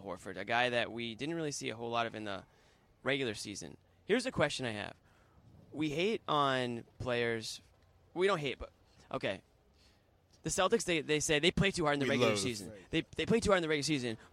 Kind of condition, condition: setting, busy venue